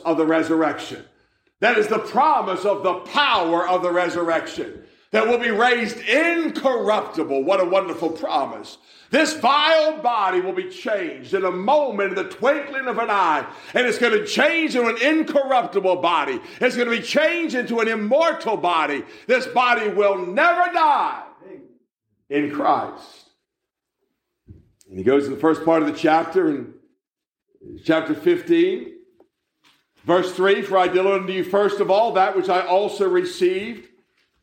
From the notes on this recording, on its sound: A message that was preached at the Manassa Community Baptist Church in Blain, PA in November 2022.